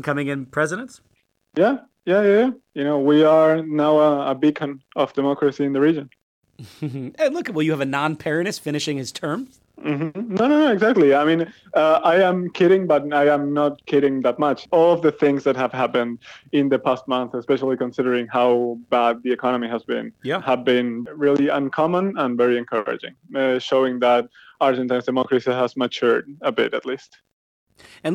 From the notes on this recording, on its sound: Is joined by phone from Buenos Aires.